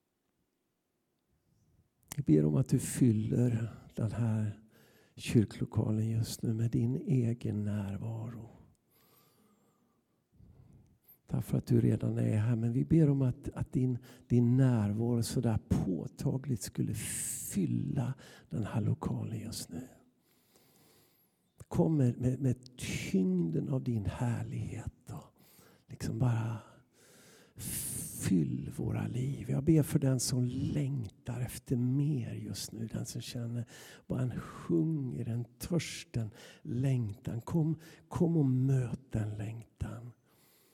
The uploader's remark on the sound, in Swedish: Inspelning från Immanuelskyrkan Skövde.